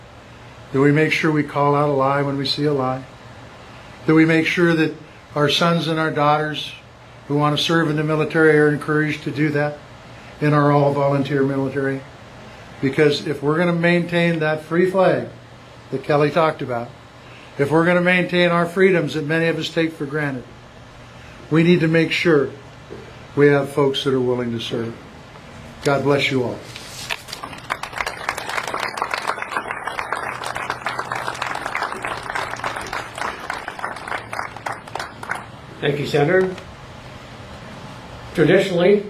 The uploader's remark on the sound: Members of the Montana Veterans Memorial Association held the Memorial Day Ceremony on 2 p.m. Youth assigned to local Boy Scout troops lead the participants and audience in the "Pledge of Allegiance."